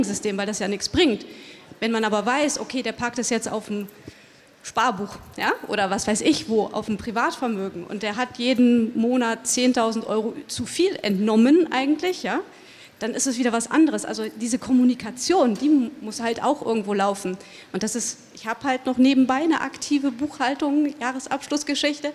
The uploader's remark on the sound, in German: Außerdem nahm er an einer Podiumsdiskussion teil, die dieses Thema weiter vertiefte. Aus diesem Anlass stellen wir hier einen Mitschnitt dieser Diskussion zur Verfügung.